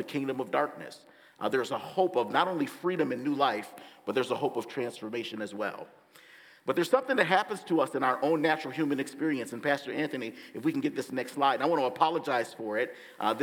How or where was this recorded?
large echoing room